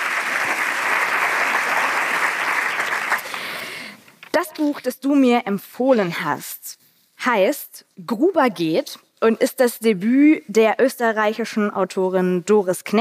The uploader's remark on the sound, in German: Ihr hört unsere erste Folge mit Live-Publikum! Wir waren zu Gast im Theater Gütersloh auf dem „Blauen Sofa“.